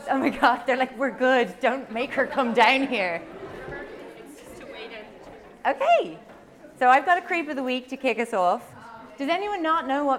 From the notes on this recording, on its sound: This week we have the second of our Halloween live shows - fear. DISCLAIMER: This was recorded in a live venue and the sound is inconsistent in places.